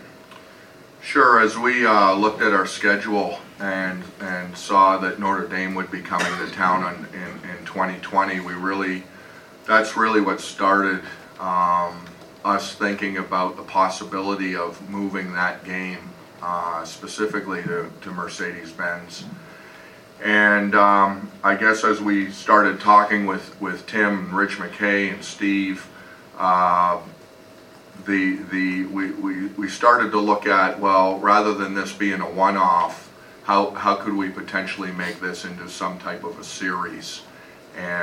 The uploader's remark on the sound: Mercedes-Benz Stadium Press Conference